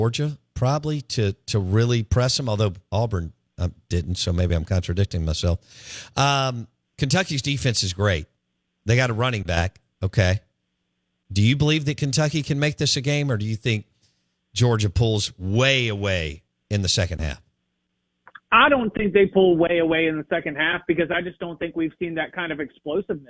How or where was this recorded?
phone line